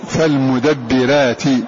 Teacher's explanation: وقوله تعالى فالمدبرات أمرا، فالمدبرات، فهذه الراء هنا مرققة لوقوع كسر قبلها متصل بها